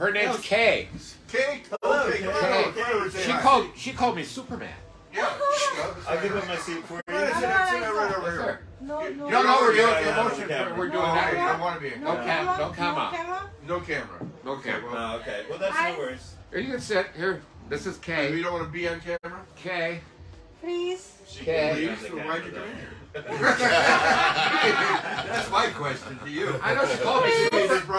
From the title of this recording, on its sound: Live at the Peppermint Hippo!